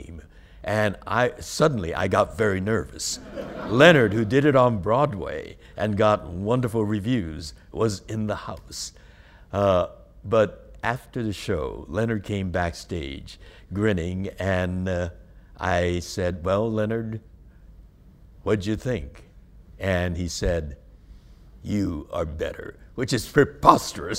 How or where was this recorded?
live audience